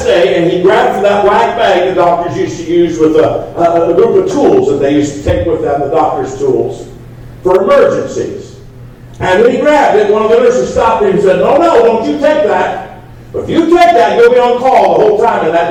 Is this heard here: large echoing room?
yes